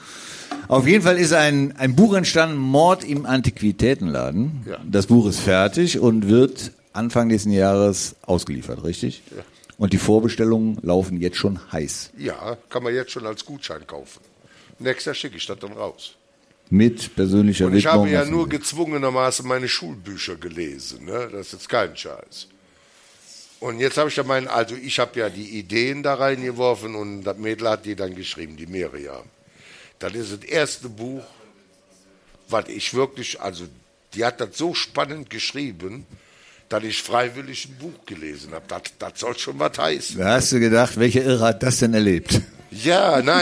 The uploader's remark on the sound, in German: Live mit Publikum und Gästen. Wir haben uns getraut den Podcast vor Publikum aufzunehmen. Waren wir im Theater im Walzwerk um vor Publikum unseren 80€ Waldi Talk aufzunehmen. Im Theater im Walzwerk in Pulheim.